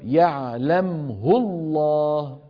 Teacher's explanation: وقعت الهاء بين ساكنين فلا صلة فيها · Term: مد الصلة